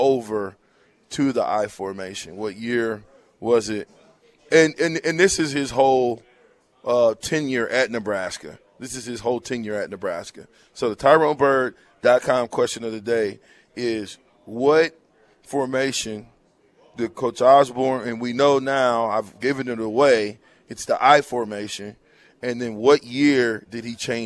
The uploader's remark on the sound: Live from WingStop